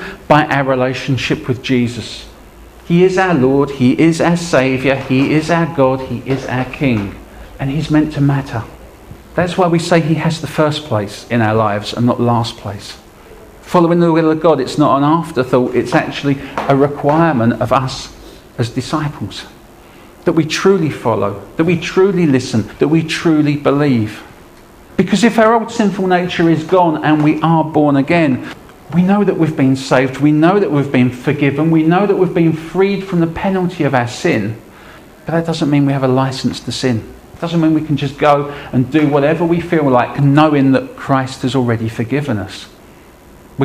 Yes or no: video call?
no